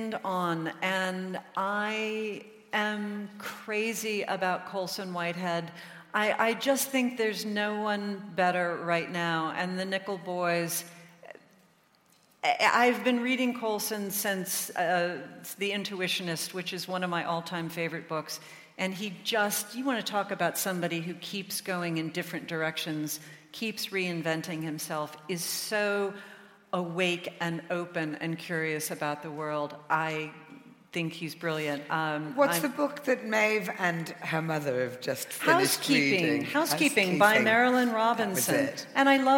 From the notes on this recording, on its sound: In her only UK appearance of 2019. Recorded live at the Emmanuel Centre.